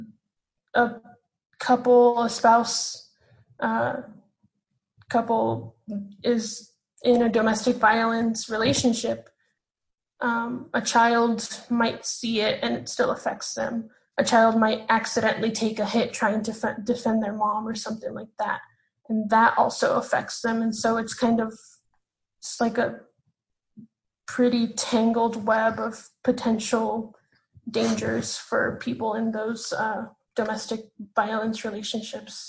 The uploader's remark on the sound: sitting down over Zoom